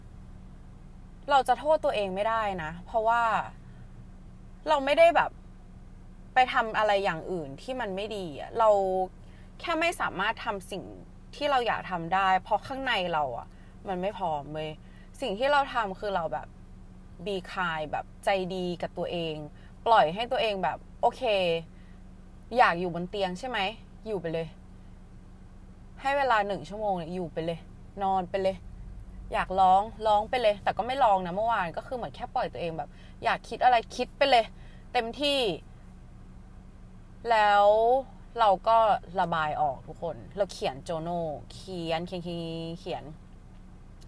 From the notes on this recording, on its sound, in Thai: นี้เสียงไม่ค่อยโอ 55555 คืออัดบนรถครั้งแรก แล้ว noise มันเยอะมาก. อัดสด no script.